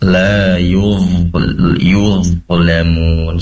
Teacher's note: Yang terakhir, la yuzlamun, di situ tetap terdengar mengalir suaranya, yaitu rikhwah. Dho, ujung lidah nempel ke ujung gigi seri atas, sambil pangkal lidah naik ke atas